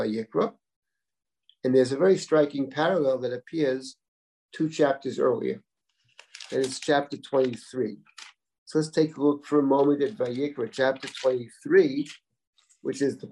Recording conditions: video call